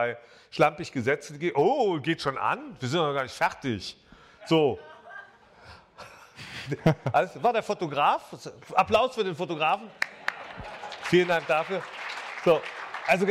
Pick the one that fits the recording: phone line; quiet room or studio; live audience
live audience